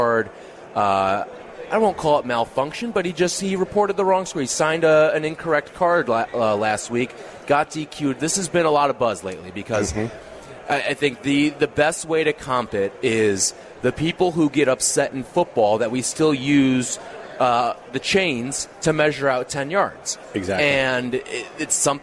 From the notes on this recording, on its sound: live in Rosemount, IL, for the Chicago Golf Show